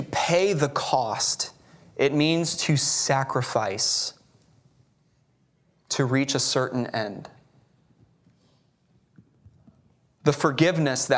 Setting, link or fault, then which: setting, large echoing room